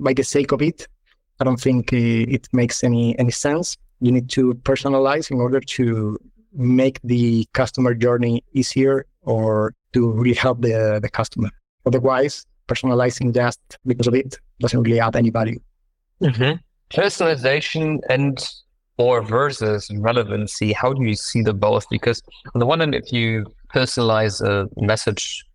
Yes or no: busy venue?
no